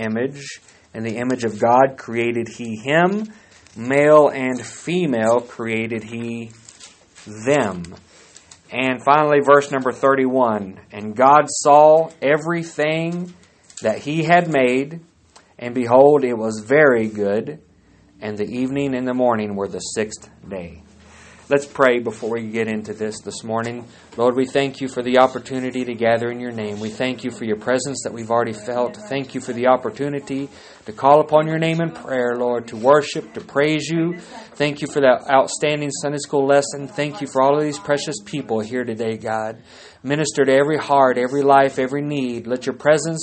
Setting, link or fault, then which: setting, large echoing room